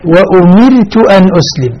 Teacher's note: الراء في وأمرت مرققة مرققة لأنها ساكنة وقبلها كسر أصلي